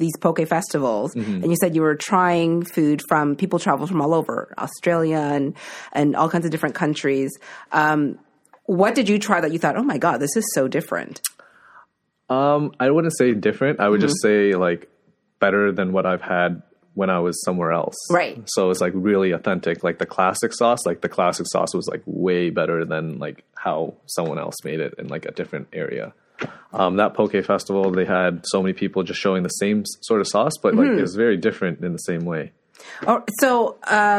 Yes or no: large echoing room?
no